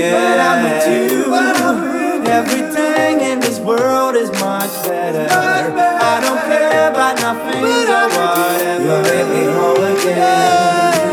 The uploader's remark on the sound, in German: Mitschnitt vom "zu Gast bei Freunden Edition 4" am 21.07.2018 bei Glosswerkz Stralsund.